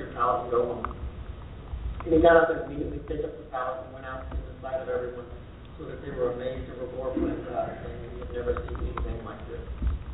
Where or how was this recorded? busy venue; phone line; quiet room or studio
busy venue